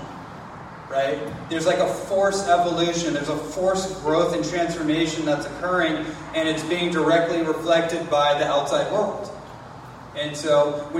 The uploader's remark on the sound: live presentation on the island of Kauai